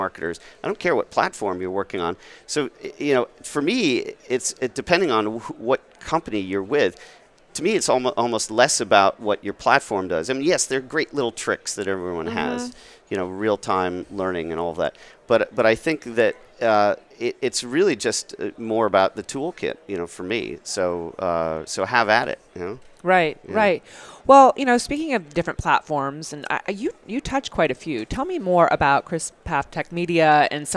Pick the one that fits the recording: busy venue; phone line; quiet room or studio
busy venue